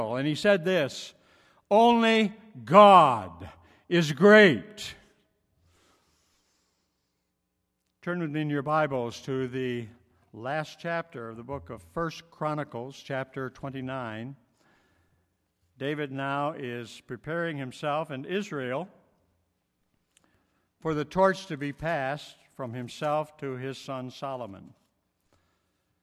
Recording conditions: large echoing room